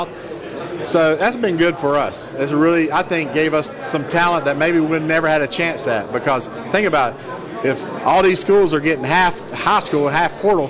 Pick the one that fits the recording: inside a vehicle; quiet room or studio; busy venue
busy venue